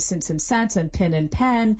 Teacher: So, you know, a classic Southern feature is that the words in since and sense, that are the vowels in since and sense and pin and pen, those sound the same · Term: pin-pen merger